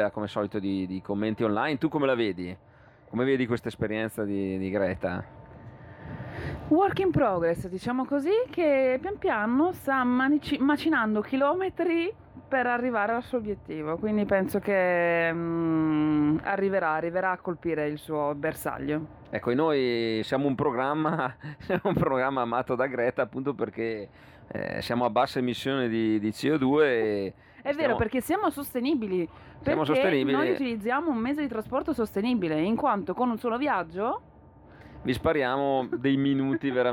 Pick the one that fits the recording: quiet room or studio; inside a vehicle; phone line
inside a vehicle